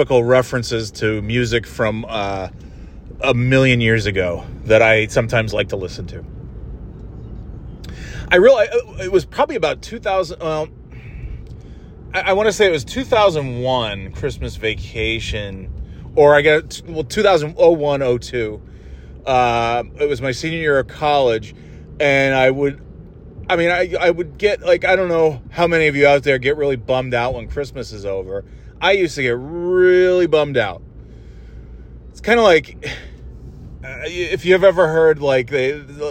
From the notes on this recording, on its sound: Just driving around and talking about whatever